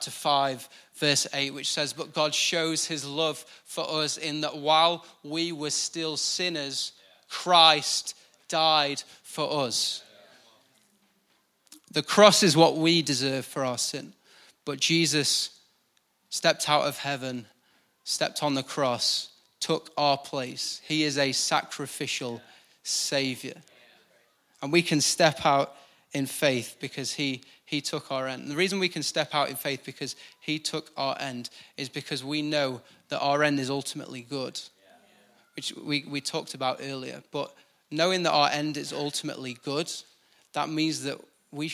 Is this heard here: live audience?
yes